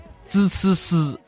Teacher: 这是平舌音，就是要闭住你的牙关啊